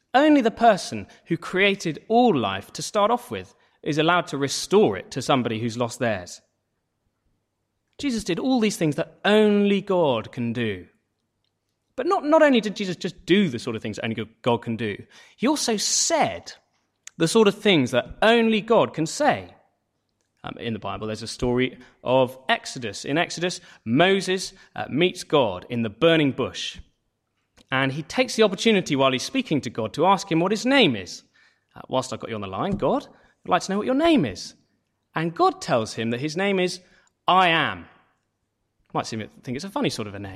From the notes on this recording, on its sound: Sermon from St David's Church Moreton-in-Marsh, Evening Carol Service